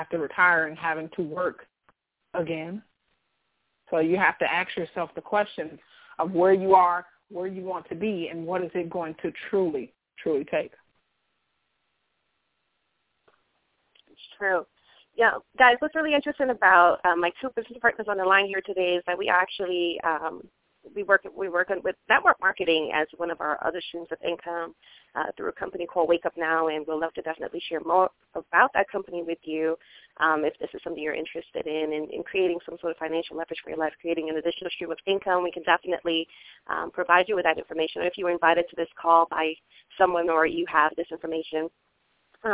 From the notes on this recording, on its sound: On today’s cast we have two extraordinary guests on the line